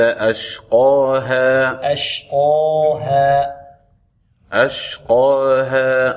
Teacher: الالف بعد القاف لابد ان تفخم كذلك · Term: تفخيم الالف